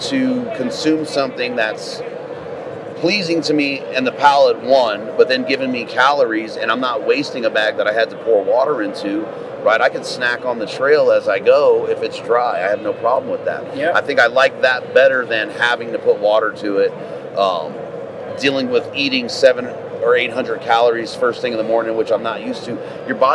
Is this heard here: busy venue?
yes